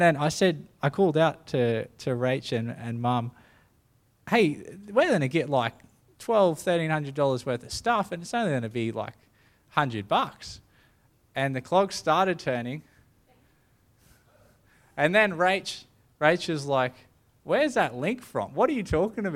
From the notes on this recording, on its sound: The live stream of Destiny Church Atherton.